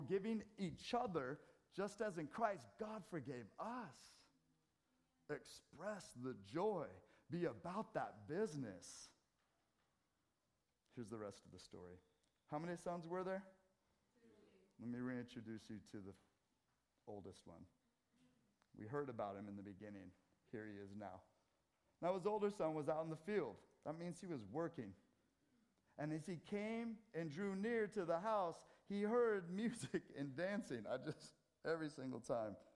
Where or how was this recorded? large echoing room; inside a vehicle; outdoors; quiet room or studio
large echoing room